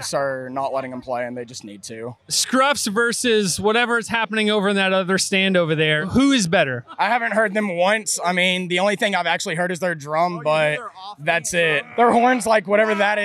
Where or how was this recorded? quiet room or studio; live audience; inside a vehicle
inside a vehicle